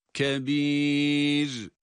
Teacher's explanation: Ra sakin, kendinden önceki hareke dikkate alınıyor. Burada kebir kelimesindeki esre sebebiyle duruş halindeki ra'yı ince okuyoruz.